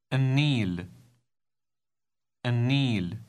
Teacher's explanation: the L sound in the article is pronounced N, because the first sound in the word is N, and it is one of the sounds that cause the L in the article to change its pronunciation to the following letter.